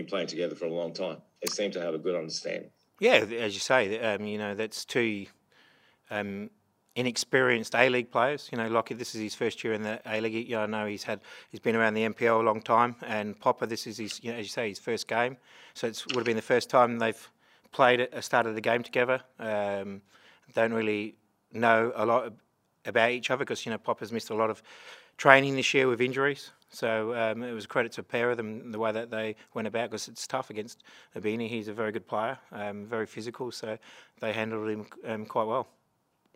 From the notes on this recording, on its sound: Post-match Press Conference. Western Sydney Wanderers v Adelaide United.